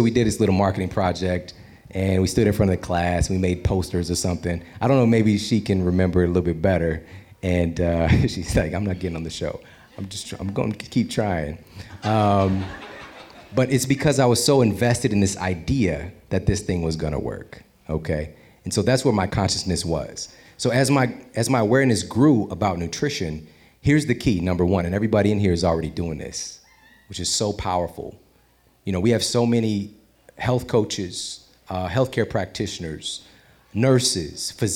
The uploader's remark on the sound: Today we have a very special episode we recorded with listeners of The Model Health Show live in Washington D.C.! This special Q & A show.